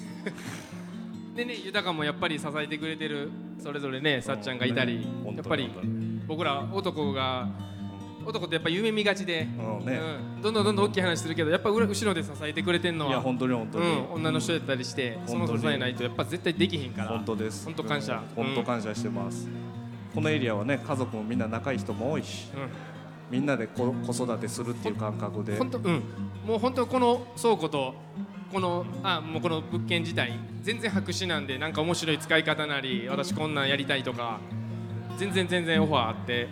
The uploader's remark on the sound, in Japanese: 公開収録。大きな倉庫でこれからびわ湖湖西の新たなカルチャーがはじまる予感。貴重なLIVE音源も4曲収録！